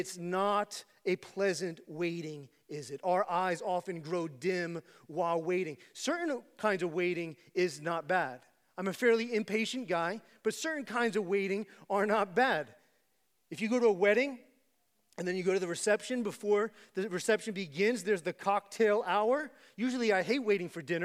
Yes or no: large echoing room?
yes